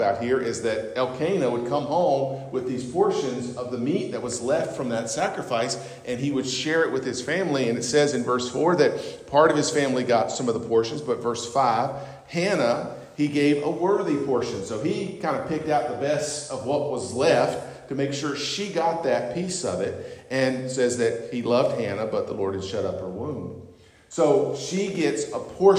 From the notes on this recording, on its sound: on Sunday, October 22, 2023 at North Beaver Baptist Church, West Jefferson, NC.